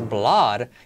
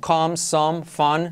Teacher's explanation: Es una doble O y es blood. Y suena más como una A. Es como come, some, fun.